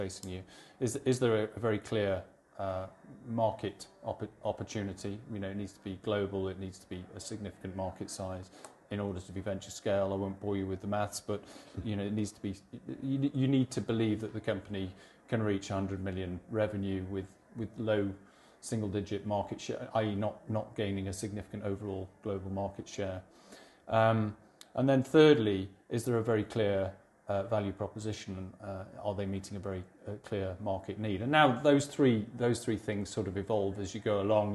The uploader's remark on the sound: Live From ITI Europe. Another one recorded live from Insurtech Insights Europe.